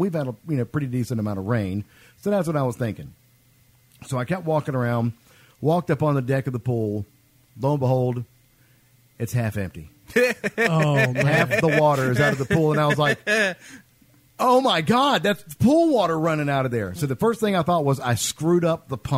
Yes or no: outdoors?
no